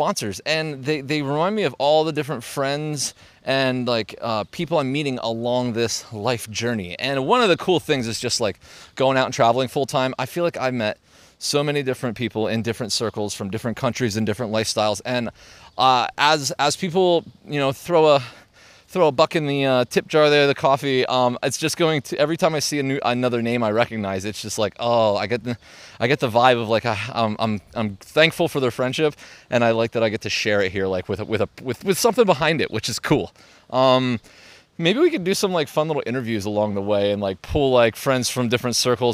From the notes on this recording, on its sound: Today’s episode was recorded in Central Park. NYC.